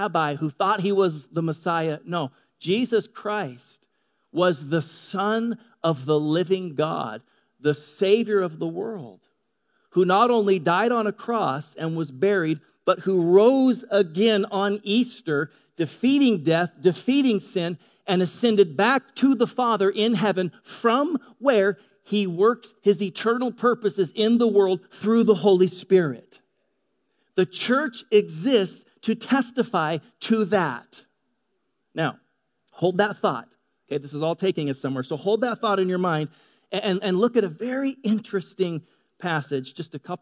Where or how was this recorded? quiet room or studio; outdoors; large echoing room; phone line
large echoing room